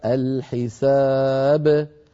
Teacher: أما في آخر الكلمة وهذا يكون عند الوقف كقوله تعالى الحساب فالألف ساكنة والباء ساكنة ونلاحظ بأن الباء مخففة